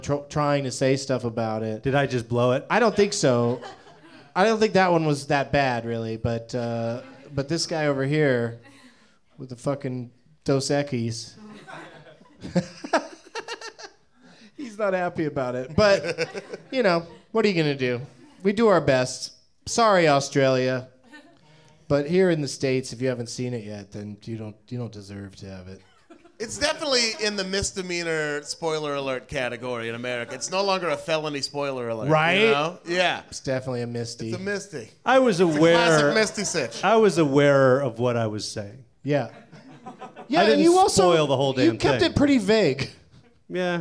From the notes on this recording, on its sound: Live from the NerdMelt Showroom in Hollywood